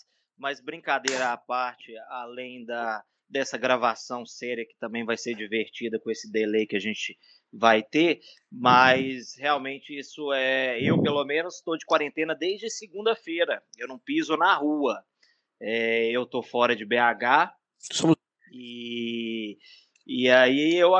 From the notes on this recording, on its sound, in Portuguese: Neste programa, gravado em ambiente virtual, trocamos experiências.